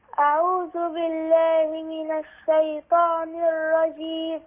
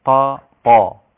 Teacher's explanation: من الشيطان، الطاء مفخمة · Shown in: first take